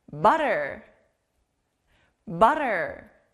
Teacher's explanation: T 소리가 나는 그 다음 단어는 버터, butter이에요. 친구들, 여기는 아주 부드러운 T 소리가 나요.